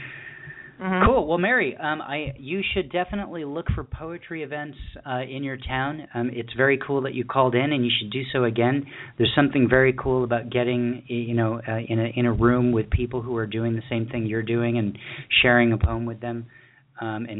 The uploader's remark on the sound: featured callers from Canada, Australis, Chicago, Montclair, New Jersey, Camarillo, California, Evanston Illinois, Kansas City, Missouri, and Birmingham, Alabama